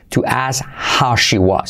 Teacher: Si lo dice rápido, omite la K de ask